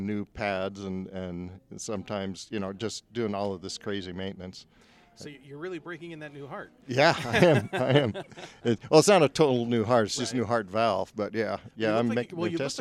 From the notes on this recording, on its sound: Author Interviews Live From FanX.